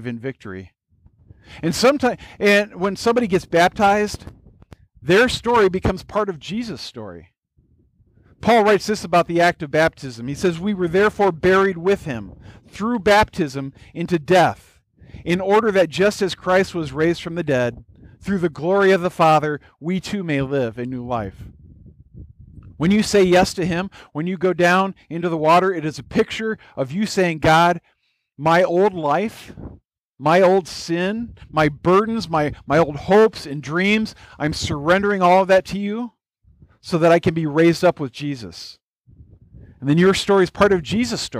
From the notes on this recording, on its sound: This was a special message at our church picnic (recorded outdoors). Note: The beginning of the message set up our communion time and did not get recorded.